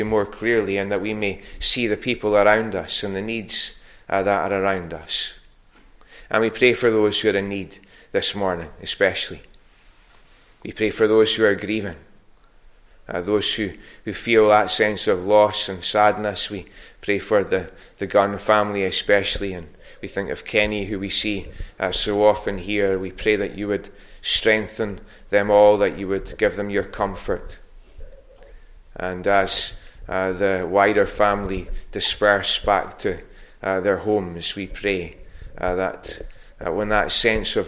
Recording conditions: large echoing room